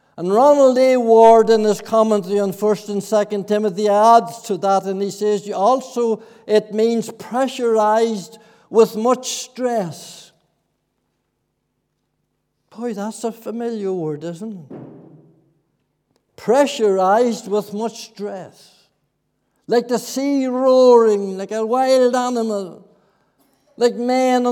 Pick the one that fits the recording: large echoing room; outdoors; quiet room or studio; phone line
large echoing room